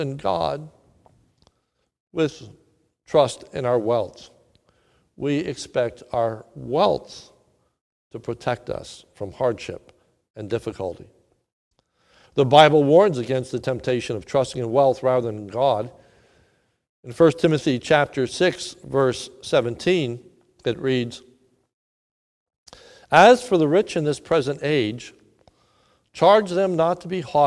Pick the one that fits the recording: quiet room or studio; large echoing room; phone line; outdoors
large echoing room